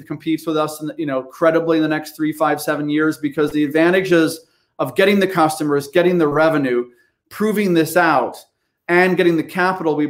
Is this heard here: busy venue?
no